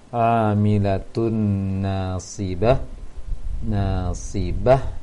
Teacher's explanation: buka sedikit lagi ataupun mengarah ke A, jangan mengarah ke E. · Term: bunyi fathah